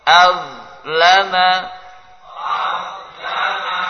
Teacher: Jangan jadi O. A-nya tipis, Z-nya tebal.